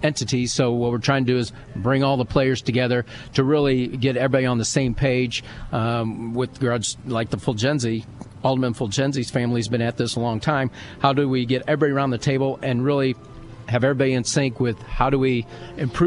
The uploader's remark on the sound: live from the Abraham Lincoln Presidential Museum